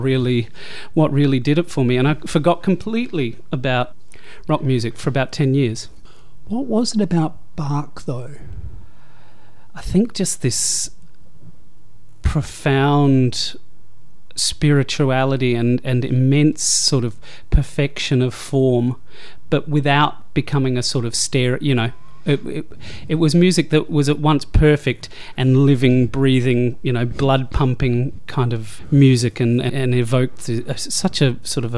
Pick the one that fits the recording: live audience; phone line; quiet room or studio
quiet room or studio